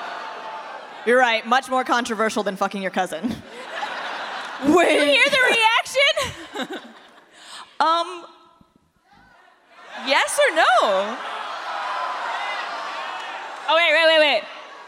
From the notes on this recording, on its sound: for this episode of Always Open live from RTX!